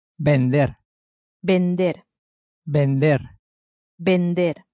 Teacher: the V sounds something like a B, really